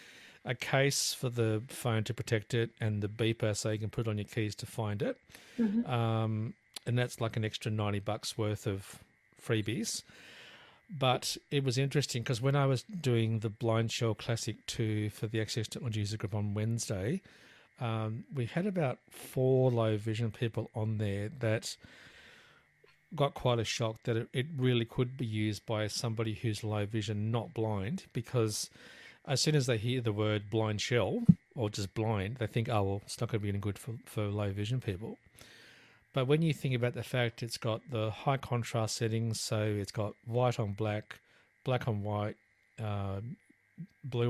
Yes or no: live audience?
no